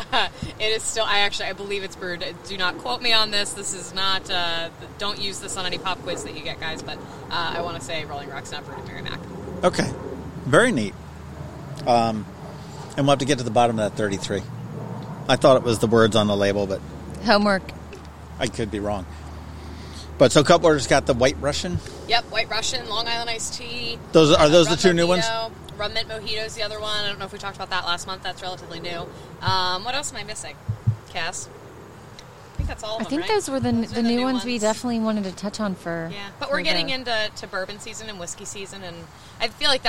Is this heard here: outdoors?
yes